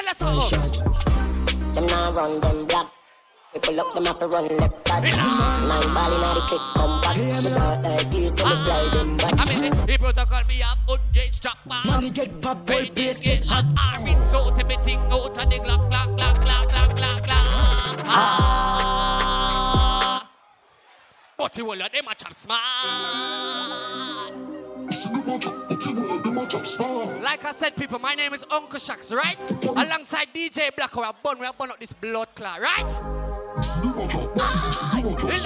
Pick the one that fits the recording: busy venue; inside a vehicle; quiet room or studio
busy venue